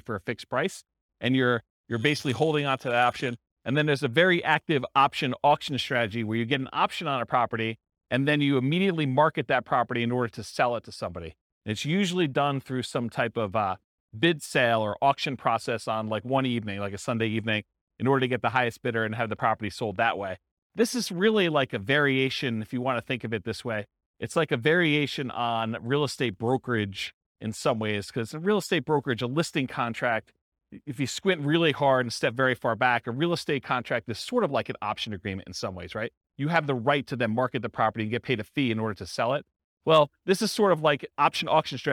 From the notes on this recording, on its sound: This was a live class recorded